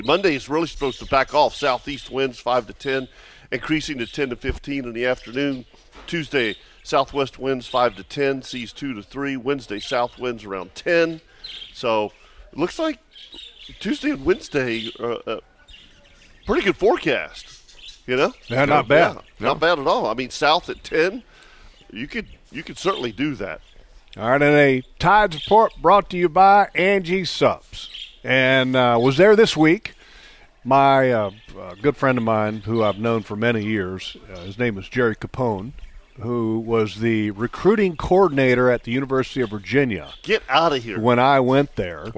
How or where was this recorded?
busy venue